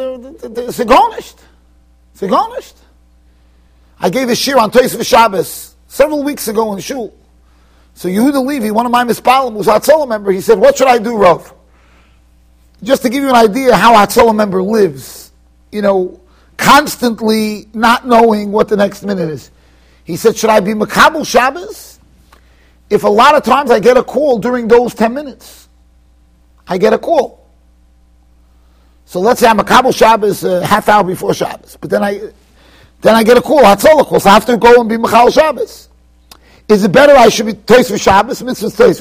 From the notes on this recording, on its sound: Shiur recorded in Yeshivas Ohr Reuven, Monsey NY.